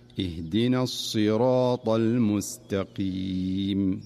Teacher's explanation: والمقصود هنا تفخيم حرف الصاد، فالصاد في الصراط حرف مستعل مفخم، فلا ينبغي أن تضعف صفته حتى تميل إلى السين